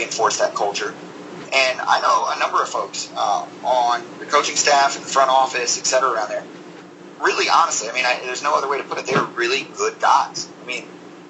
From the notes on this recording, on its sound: There were audio issues with this particular interview. We had to do the interview in an unorthodoxed, but still functional manner.